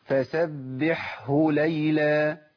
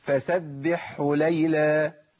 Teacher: الهاء ممكن تضيع مني خالص، تبدل بحاء وتضغم · Shown in: second take